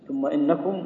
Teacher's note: النون مشددة تغن بمقدار كل واحدة حركتين